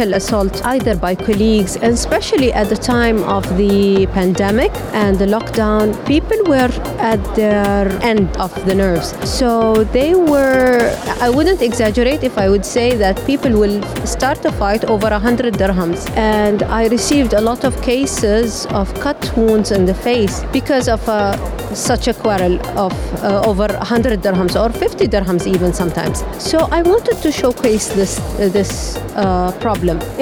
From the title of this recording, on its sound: Live from SIBF 2022